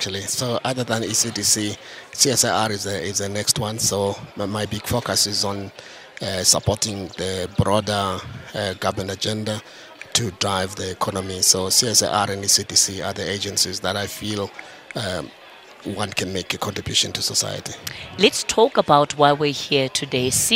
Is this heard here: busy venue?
yes